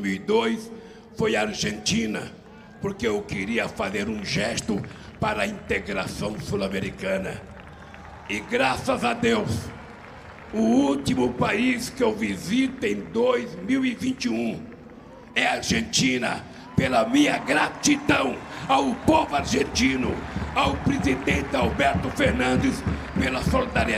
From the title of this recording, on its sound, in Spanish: "Festival Democracia Para Siempre" na Plaza de Mayo, Buenos Aires.